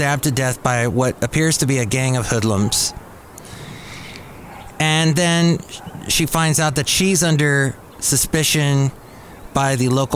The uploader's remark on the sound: podcasts live from Café Anyway